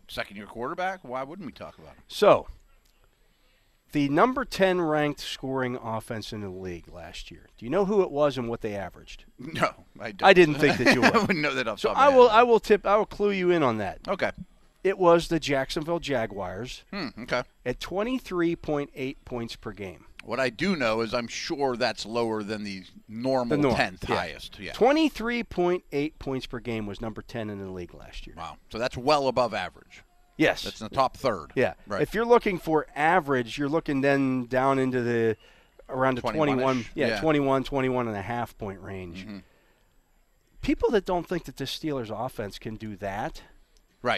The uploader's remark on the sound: Live from Day 2 of Steelers OTAs. Live from the UPMC Rooney Sports complex for day two of the Steelers OTAs.